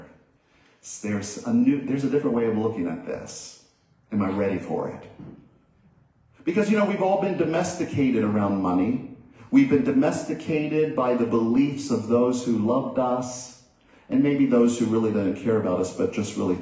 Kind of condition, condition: setting, large echoing room